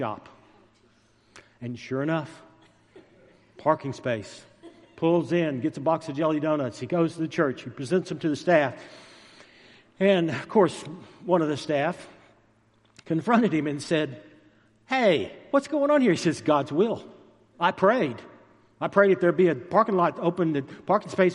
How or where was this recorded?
large echoing room